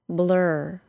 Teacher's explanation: Blur goes straight from the L sound to the R sound.